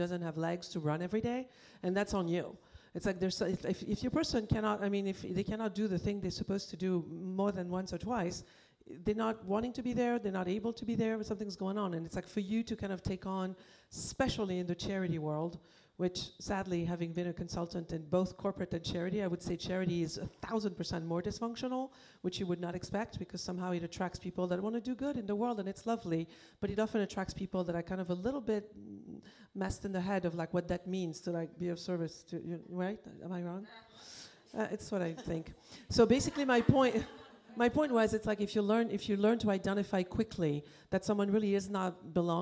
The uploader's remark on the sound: DENtalks LIVE Female Bosses Q&A. LIVE Audience Q&A portion from our DENtalks LIVE Female Bosses Panel!